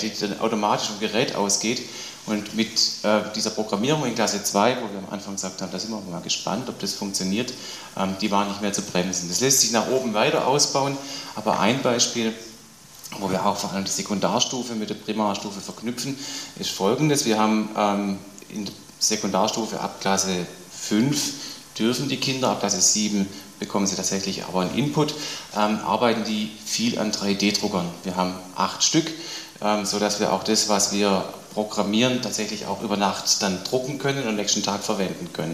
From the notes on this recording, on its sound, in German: Eine Podiumsdiskussion